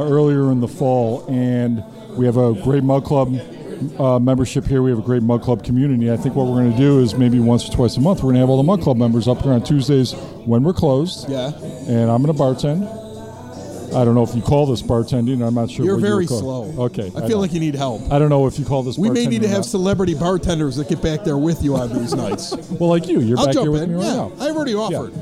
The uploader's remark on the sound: In front of a live audience at Open Outcry Brewing Company. Evergreen Park.